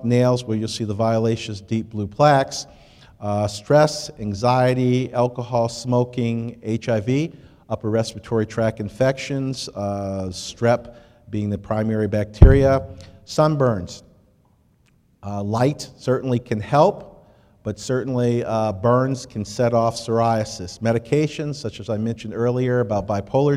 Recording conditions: live audience